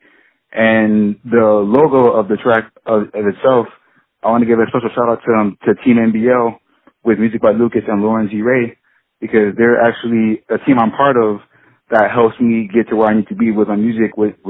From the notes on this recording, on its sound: On the phone